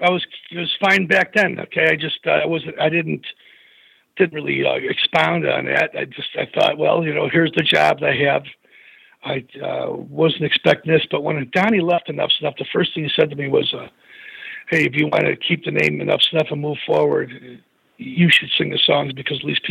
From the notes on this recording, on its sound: called